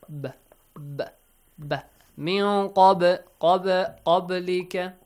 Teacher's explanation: When you say ba, the lips touch one another, yes? But you got to bounce it. · Term: qalqala